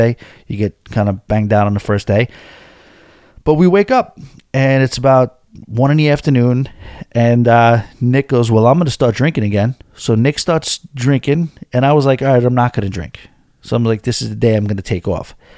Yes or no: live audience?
no